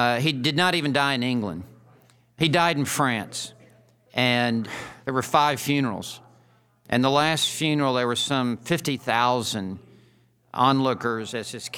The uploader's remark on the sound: Recorded live at Ligonier’s 2018 West Coast Conference.